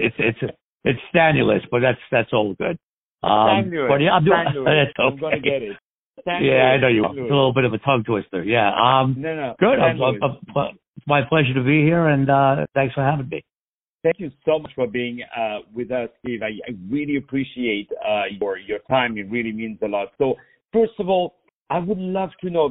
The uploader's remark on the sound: On the phone